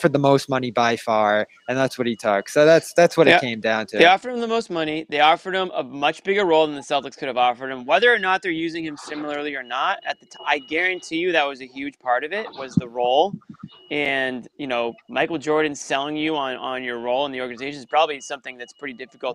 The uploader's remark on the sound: a LIVE report from the TD Garden